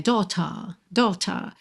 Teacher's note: no inglês britânico, seria sem o R enrolado